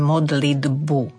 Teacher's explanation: ktoré sa píše D prvé, ale potom je T, B a tam samozrejme spodobujeme a povieme modlitbu